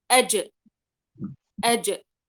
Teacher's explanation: لأني حبست صوت الحرف، ما طلع صوت الحرف، لكن خروج صوت الحرف الآن إذا قلت أجأ من وسط اللسان وقلقلت الجيم فظهر عندي صوت الحرف